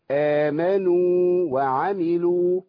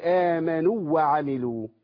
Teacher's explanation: لما يكون الأول حرف مد ما دخلوش في الحرف اللي بعديه · Shown in: first take